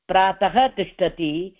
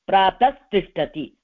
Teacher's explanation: विसर्जनीयस्य सः इत्यनेन विसर्जनीयस्य स्थाने सकारादेशो भवति खरि परे · Shown in: second take